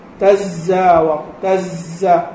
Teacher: هذا الصوت الصفيري الذي يخرج هو لقوة الاحتكاك الحاصل في المخرج · Term: حروف الصفير